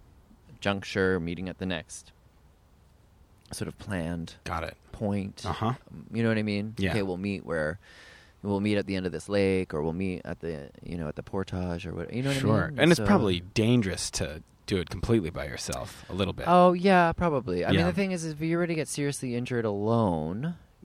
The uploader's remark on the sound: in Prospect Park